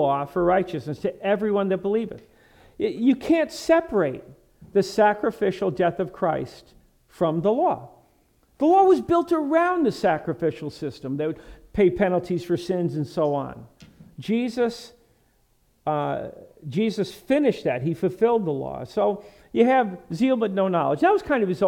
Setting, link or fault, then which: setting, large echoing room